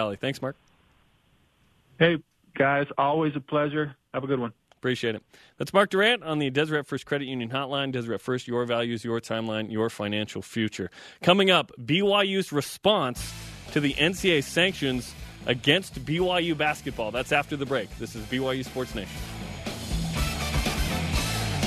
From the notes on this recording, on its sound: Join us over the phone.